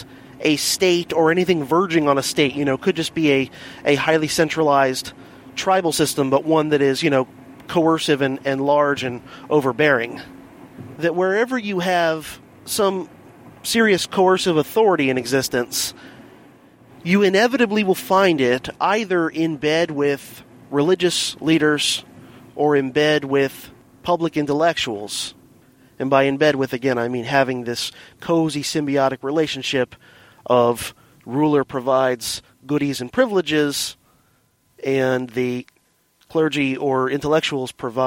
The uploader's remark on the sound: Here is the first mobile DHP episode in a while, recorded over the course of my commute to & from work. (BTW, the audio is much improved over previous in-the-car recordings!).